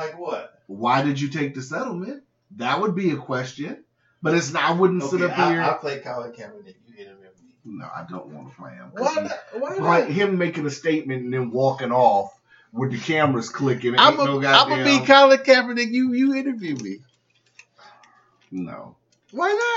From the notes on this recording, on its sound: Accidentally recorded the episode in the wrong setting so it's a throwaway LOL.